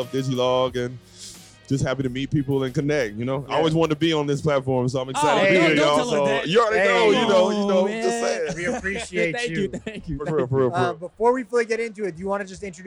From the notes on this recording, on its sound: Live from Digilogue Day, this is part two of our marathon live interviews as a part of Digilogue Day’s Music Discovery Media Hub.